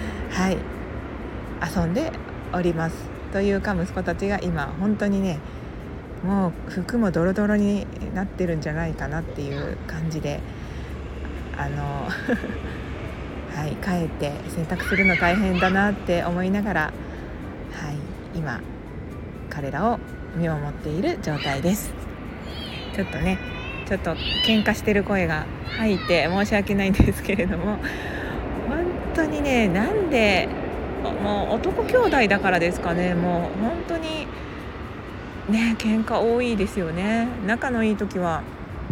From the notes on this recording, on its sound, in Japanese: 外での収録により風の音などうるさいかもしれません